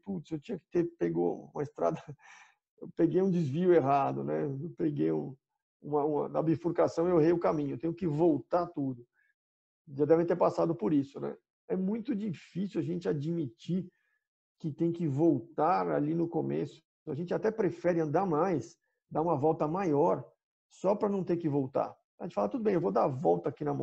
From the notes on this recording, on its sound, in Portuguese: Programa gravado em 28/05/20 via ZOOM.